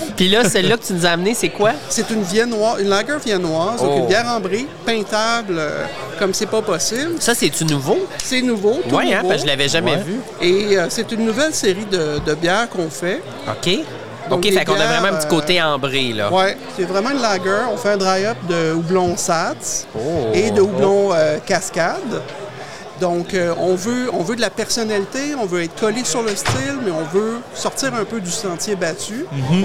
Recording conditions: busy venue